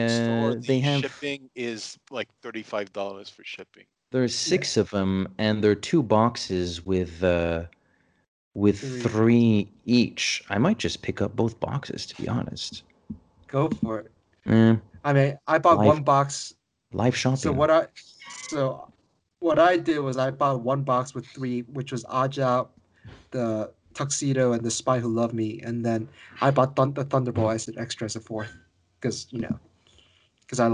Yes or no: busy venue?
no